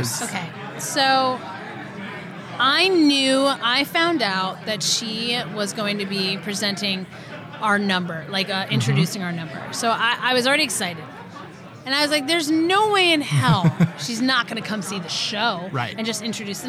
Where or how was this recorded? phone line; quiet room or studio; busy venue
busy venue